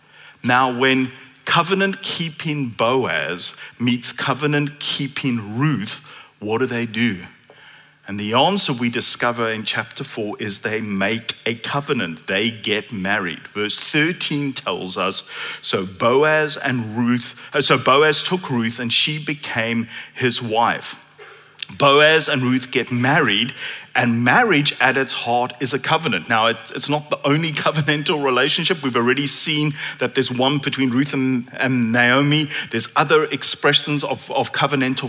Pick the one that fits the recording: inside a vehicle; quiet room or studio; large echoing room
large echoing room